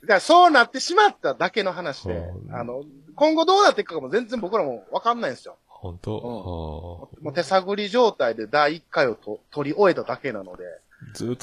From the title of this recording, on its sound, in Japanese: サシ飲みオンライン！